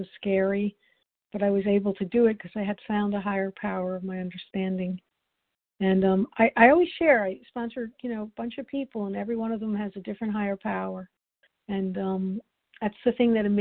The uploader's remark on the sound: the 100 Pounders Phone Meeting